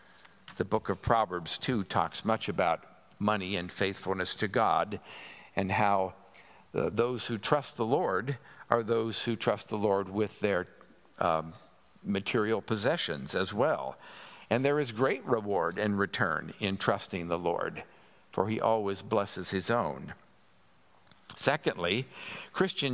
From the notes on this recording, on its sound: At Pender UMC's Traditional Worship